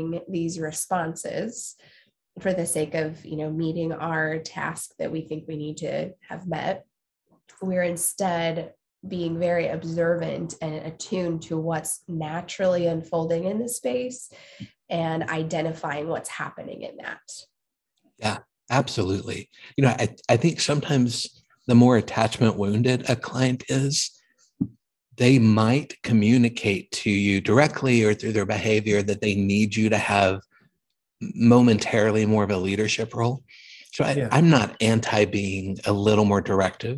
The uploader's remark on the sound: zoom recording